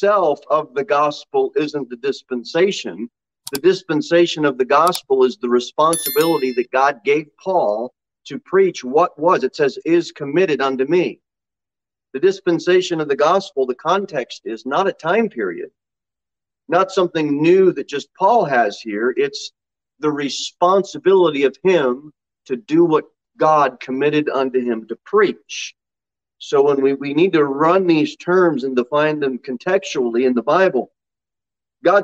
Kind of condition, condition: setting, large echoing room